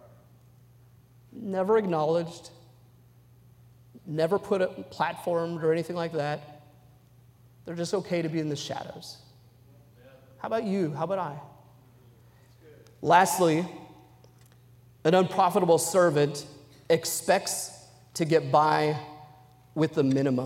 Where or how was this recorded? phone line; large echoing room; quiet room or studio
large echoing room